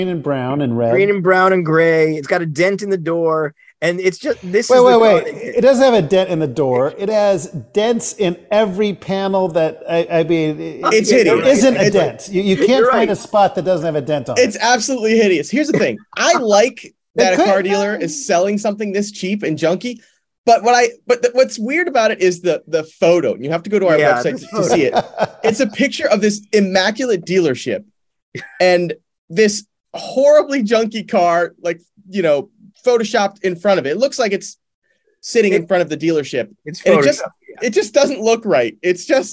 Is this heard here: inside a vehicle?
no